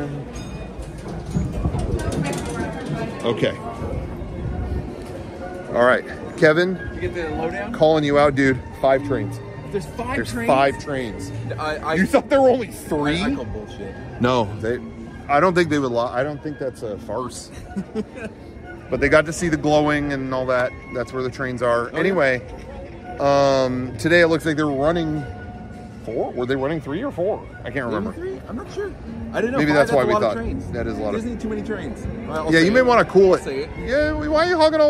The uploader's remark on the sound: Recorded at the Main Street train station at Disneyland